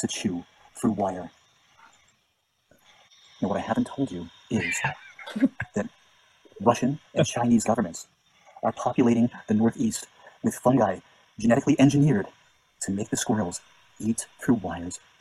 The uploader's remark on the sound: CHALLENGE: Spend 4 hours “in nature” and record your observations. Basically, we wandered around in the woods, recorded it.